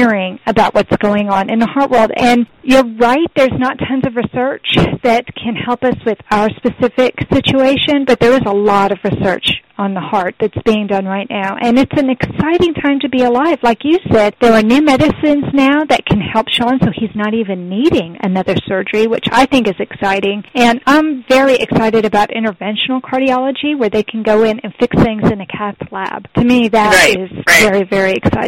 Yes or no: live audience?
no